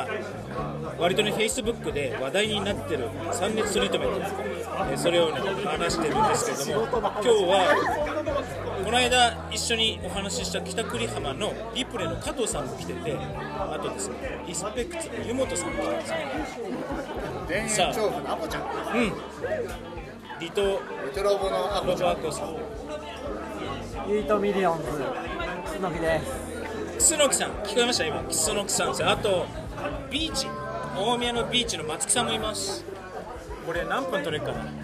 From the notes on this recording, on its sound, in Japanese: 居酒屋トーク新橋編。定期的に飲んでる仲間の美容師さん達との居酒屋トークを収録しました。ガヤガヤして聞き取りずらくなってますが。